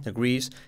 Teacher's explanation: la acentuación en la segunda parte de la palabra